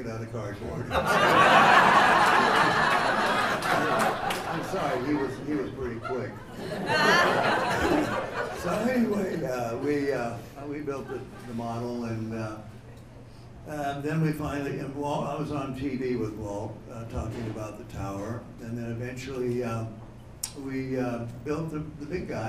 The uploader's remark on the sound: This was recorded live at the ESPN Zone in Downtown Disney in Anaheim, during the MiceAge 10th Anniversary Breakfast Celebration!